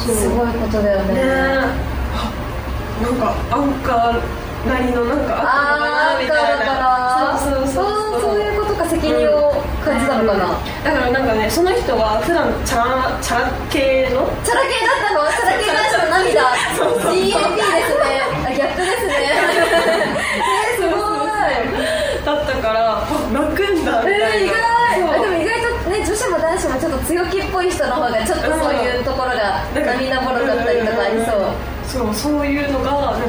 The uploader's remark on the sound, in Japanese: 公開収録第二部。